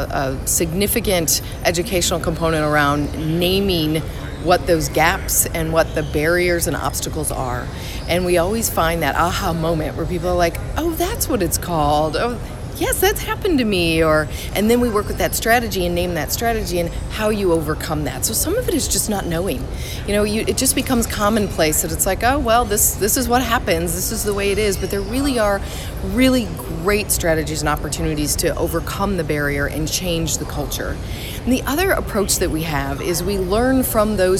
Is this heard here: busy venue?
yes